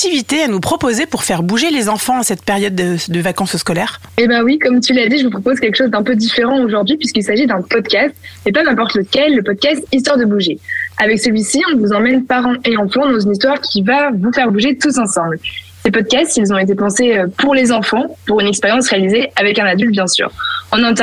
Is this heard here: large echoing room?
no